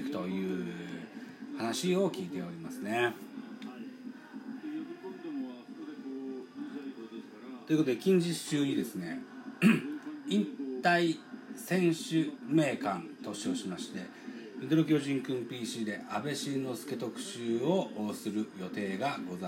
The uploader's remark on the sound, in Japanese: 神宮球場。IPad収録版。